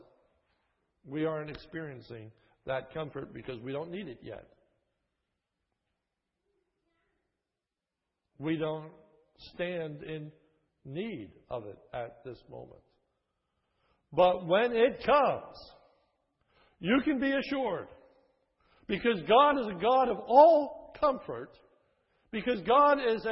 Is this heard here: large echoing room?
yes